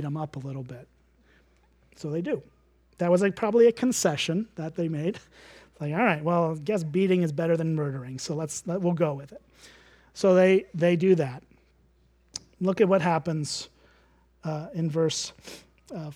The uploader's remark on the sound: At Springbrook Church in Antigo, WI.